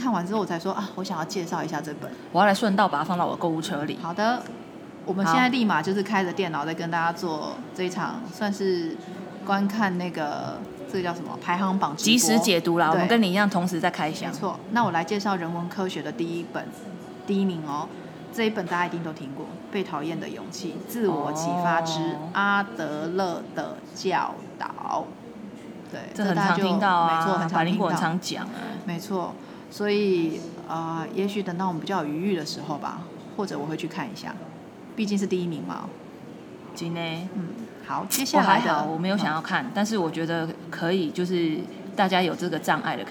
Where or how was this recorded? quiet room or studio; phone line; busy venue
busy venue